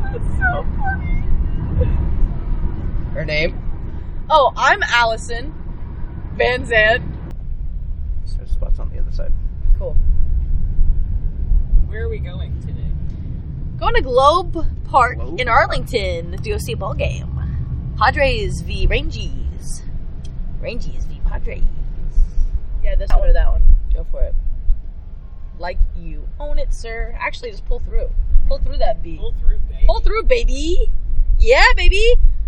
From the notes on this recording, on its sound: Another experimental/exploratory episode for which we apologize for lower sound quality.